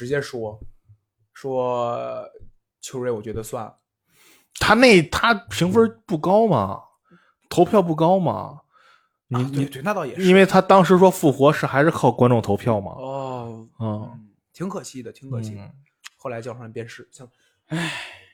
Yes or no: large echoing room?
no